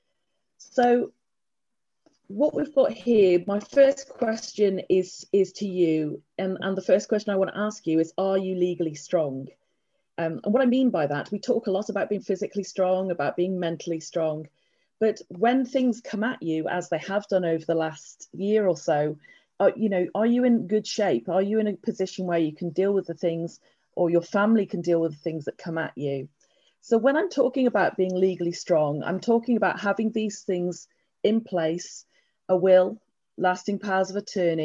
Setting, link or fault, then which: link, video call